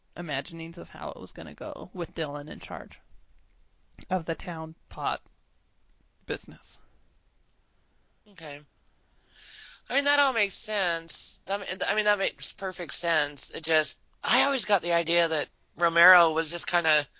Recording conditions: poor sound quality